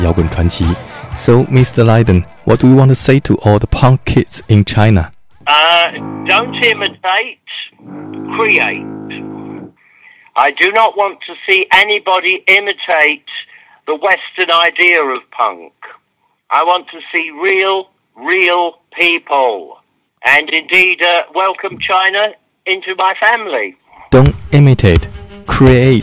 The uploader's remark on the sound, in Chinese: 2013年电话采访